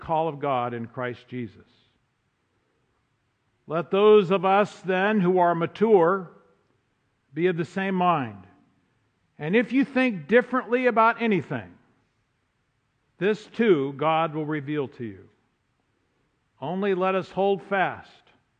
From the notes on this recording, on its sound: Driving Toward the Goal is a podcast of the Sunday morning worship service at Laguna Presbyterian Church.